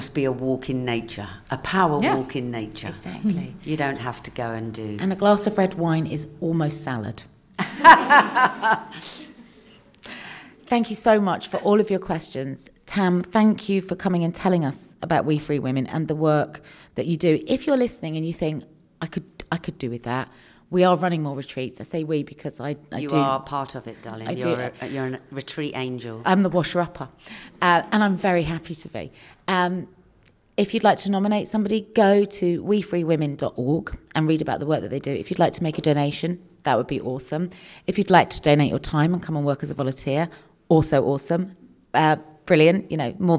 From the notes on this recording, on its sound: Live from Acast HQ. Recorded in front of a live audience at Acast's offices in London!